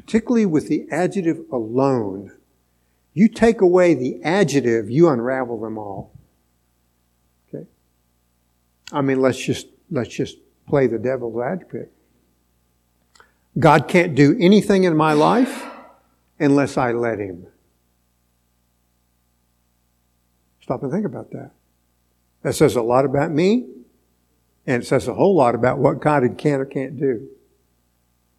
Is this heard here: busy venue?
no